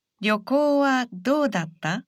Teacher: It's a question, so say this sentence with a rising intonation.